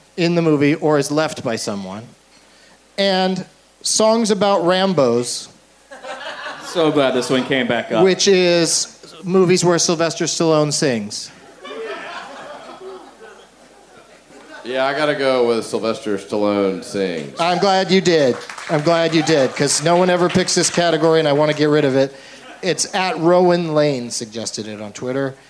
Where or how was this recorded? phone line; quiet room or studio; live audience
live audience